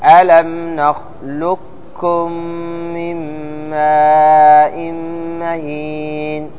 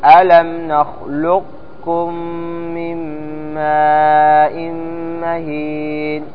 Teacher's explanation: وذهب الجماعة إلى إبقاء صفة القاف وهي الاستعلاء · Shown in: second take · Term: الإدغام الناقص